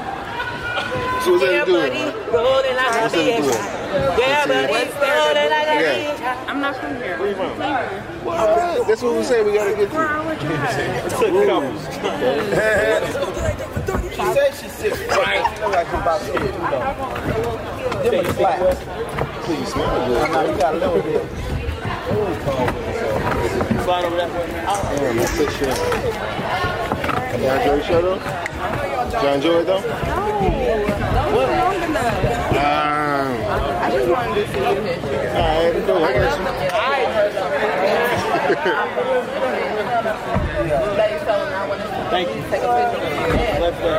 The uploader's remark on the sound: Recorded live at the Taft Theater. They said Cincinnati would be nasty!